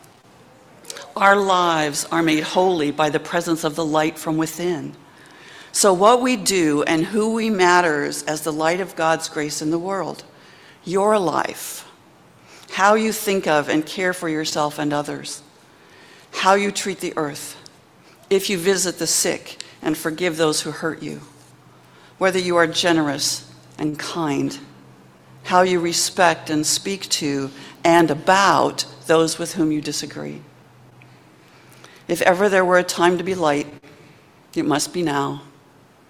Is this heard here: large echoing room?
yes